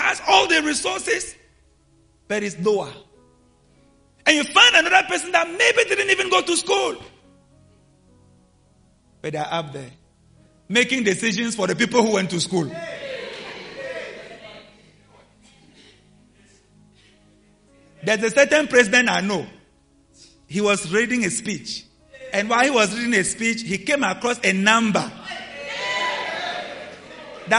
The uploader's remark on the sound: LIVE AT ABC KHALANYONI